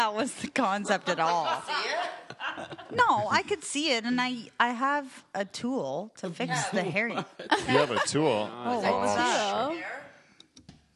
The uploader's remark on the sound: Live From Delhi